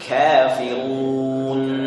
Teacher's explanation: huruf kaf itu ada keluar anginnya ya